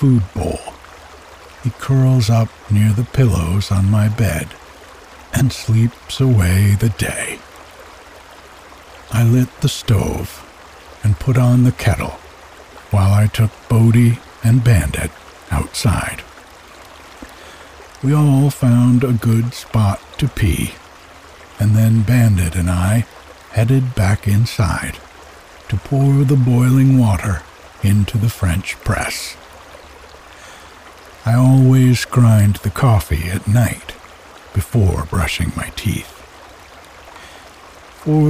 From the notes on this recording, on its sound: We’ll share the peace and quiet of a typical autumn morning here on the mountain with the sound of the creek in the background.